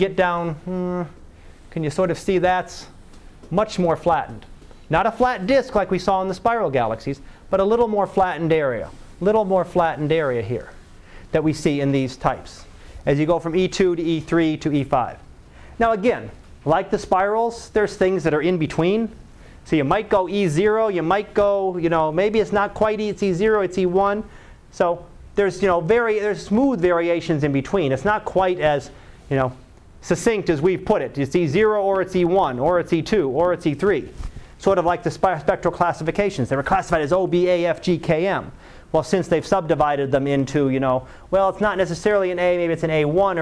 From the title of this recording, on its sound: Live Class Lecture